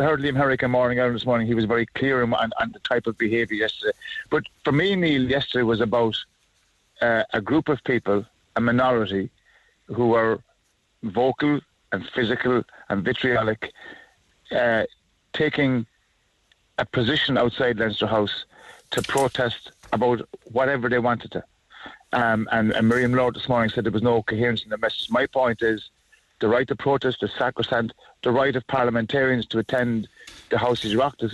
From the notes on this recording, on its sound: then the actual bride involved called